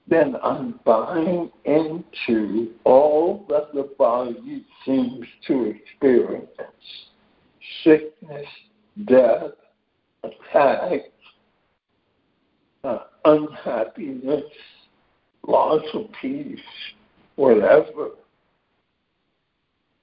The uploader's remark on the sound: ACIM Daily Conference Call.